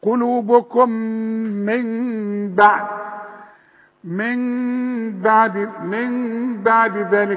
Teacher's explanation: العلماء بيسموها إقلاب، نقلب النون لميم ونخفي الميم، نخليها نص ميم ونغنها